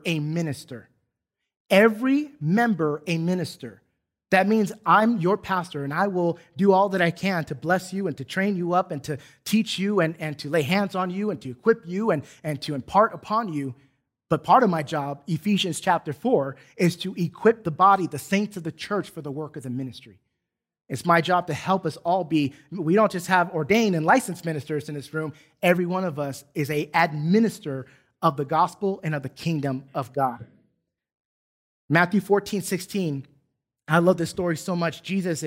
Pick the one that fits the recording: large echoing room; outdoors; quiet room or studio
large echoing room